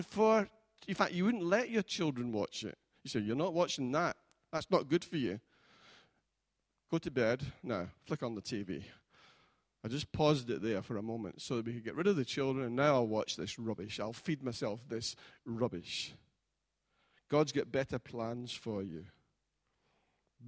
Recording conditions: large echoing room